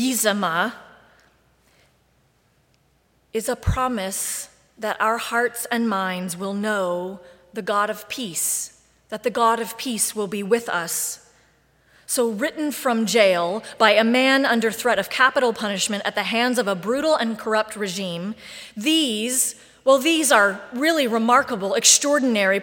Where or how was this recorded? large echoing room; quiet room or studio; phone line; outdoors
large echoing room